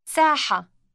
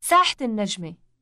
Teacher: The T sound following the word for square is actually part of it, pronounced only when there is a following word or ending. · Shown in: second take · It is not pronounced when the word is said by itself.